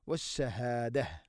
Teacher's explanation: വഖഫ് ചെയ്യുമ്പോൾ താഇന് സുക്കൂൻ, ഹാഇന്റെ ശബ്ദമാണ് വരിക.